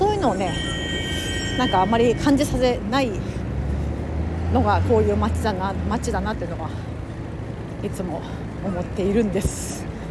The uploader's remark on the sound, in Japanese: NYを歩きながら雑談。